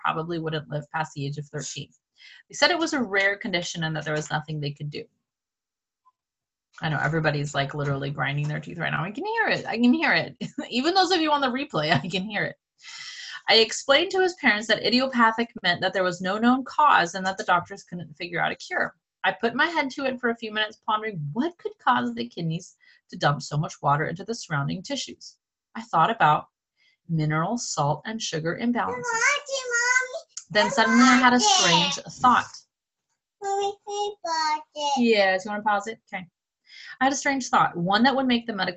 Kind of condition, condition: link, video call